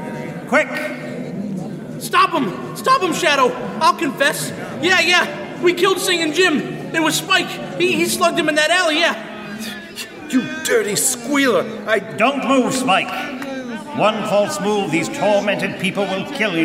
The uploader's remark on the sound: This Radio Drama was performed & recorded LIVE on Febuary 23, 2019 at First Church in Sterling - Sterling, MA. Produced by Sterling Community Theatre.